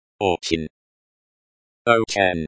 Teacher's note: The stress is on the first syllable, o.